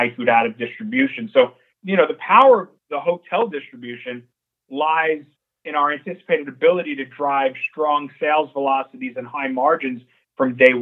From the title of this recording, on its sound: Nightfood Investor Conference Call for March 1st, 2022